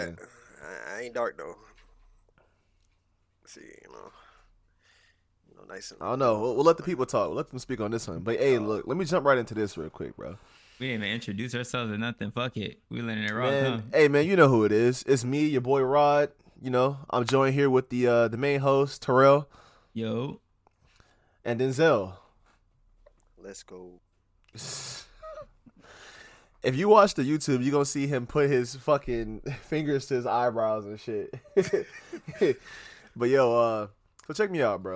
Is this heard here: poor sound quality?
no